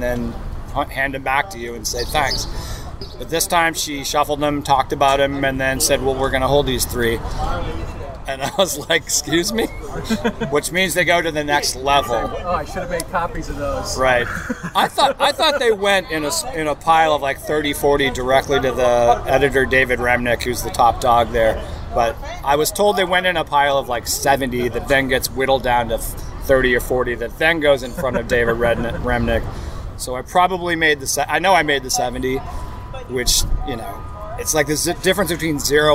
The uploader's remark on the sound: On the sidewalks of Boston complete with street noises!